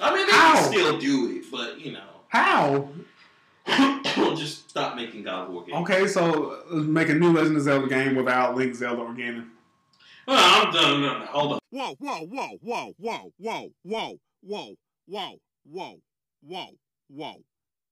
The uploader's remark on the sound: I apologize in advance for the audio we are still working with a very nonexistent budget to get you guys a quality program. Hopefully our content makes up for the terrible audio sound!!